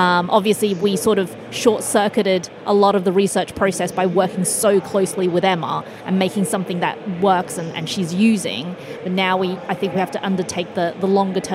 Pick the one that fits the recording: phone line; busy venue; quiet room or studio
busy venue